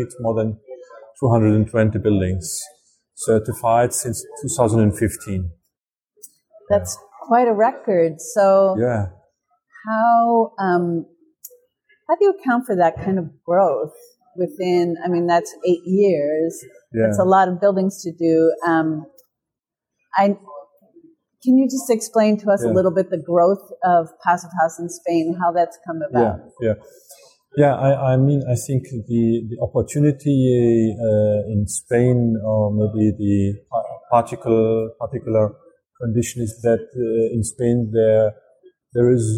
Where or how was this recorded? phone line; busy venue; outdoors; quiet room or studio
busy venue